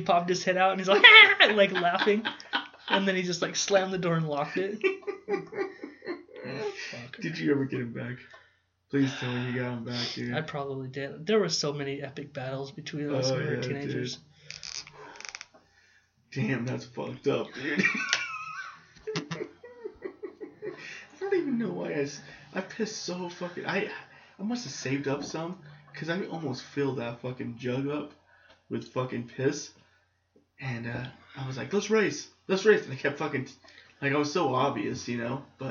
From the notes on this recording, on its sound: THE MIXER WAS NOT CONNECTED CORRECTLY TO THE LAPTOP SO WE RECORDED THE WHOLE SHOW THROUGH THE LAPTOP MIC. SORRY ABOUT THE SOUND ISSUES.